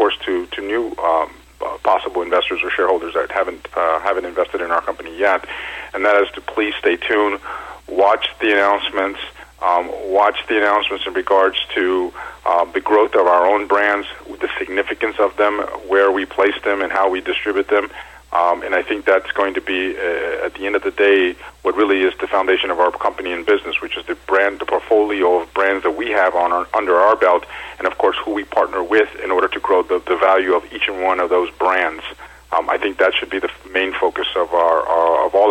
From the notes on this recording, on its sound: called in to SmallCapVoice.